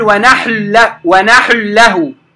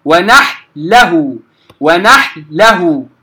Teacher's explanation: الحاء ساكنة أنتقل من التسكين الحاء إلى اللام مباشرة · Shown in: second take